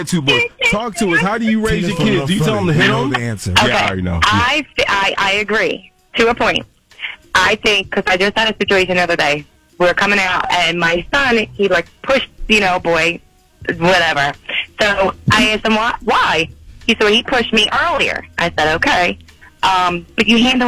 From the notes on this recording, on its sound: Some listeners called in to share their teaching methods.